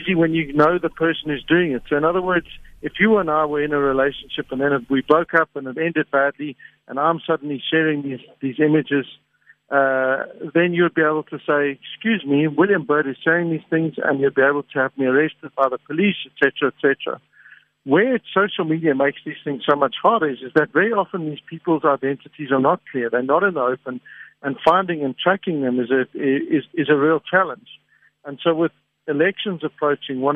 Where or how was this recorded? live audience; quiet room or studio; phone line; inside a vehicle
phone line